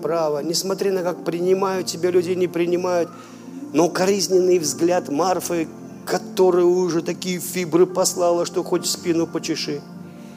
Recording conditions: live audience